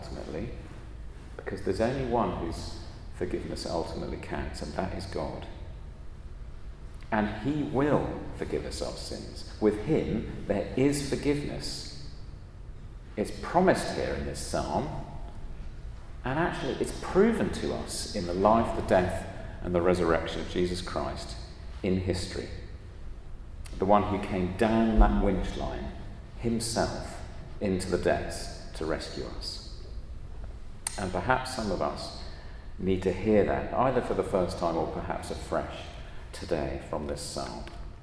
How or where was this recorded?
large echoing room